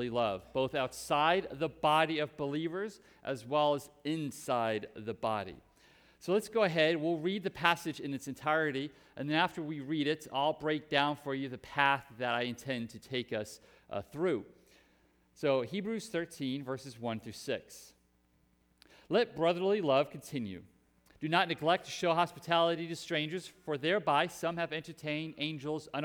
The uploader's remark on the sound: Preached at Hope Community Church, West Salem, WI